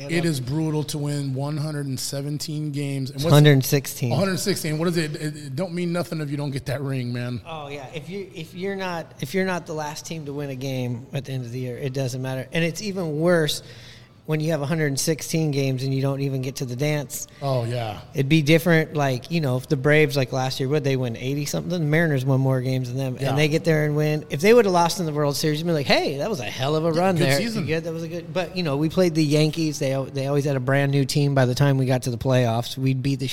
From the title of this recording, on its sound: Live from the Smoke and Fire Social Eatery